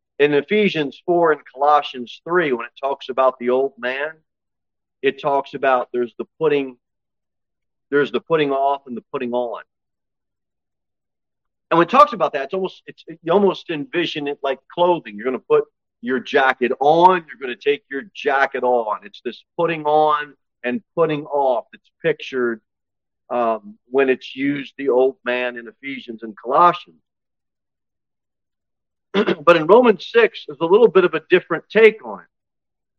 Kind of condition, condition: setting, large echoing room